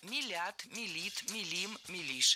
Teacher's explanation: Ударение в этом слове всегда стоит за корнем, а корень остается безударным.